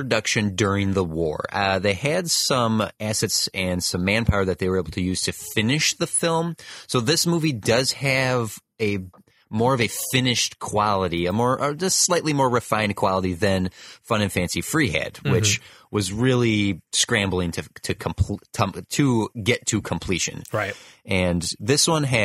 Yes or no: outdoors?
no